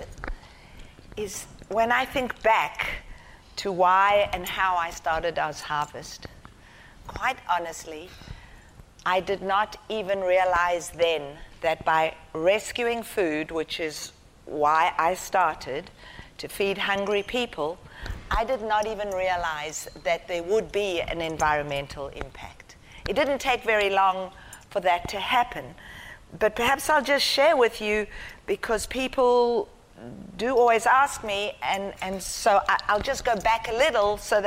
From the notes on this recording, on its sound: IFE Grand Challenge Lecture, recorded 1 November 2018 at QUT